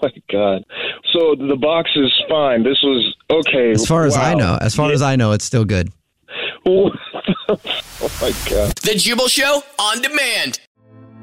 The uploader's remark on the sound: in this Phone Prank